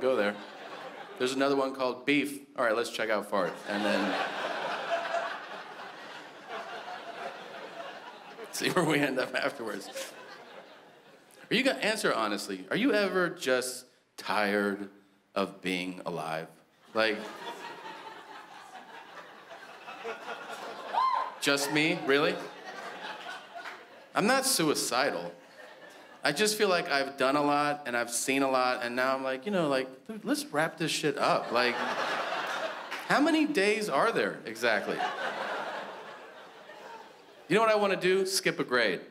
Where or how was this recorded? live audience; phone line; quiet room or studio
live audience